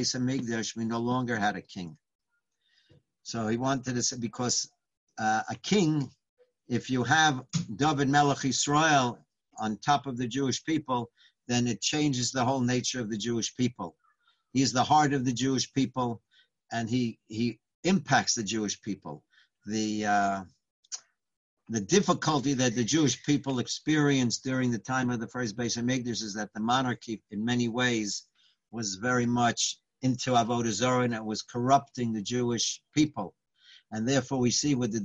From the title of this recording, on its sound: Live On Zoom: 7-14-2020